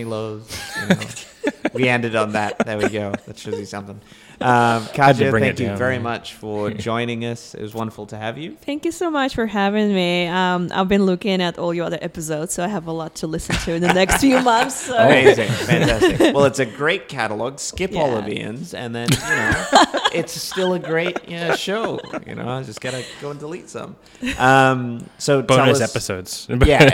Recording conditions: live audience